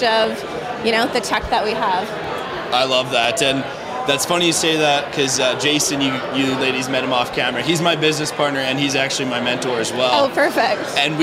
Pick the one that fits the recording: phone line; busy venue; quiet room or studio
busy venue